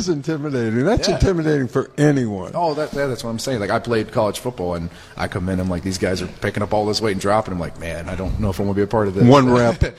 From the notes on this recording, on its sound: broadcasts from the Grand Opening of Anytime Fitness in Oakwood Square in North Canton